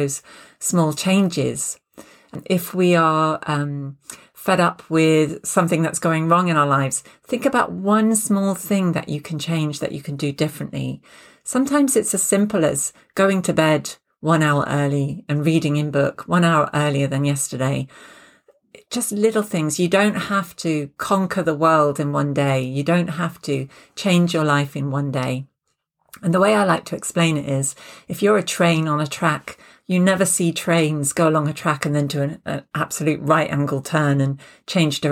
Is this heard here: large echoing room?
no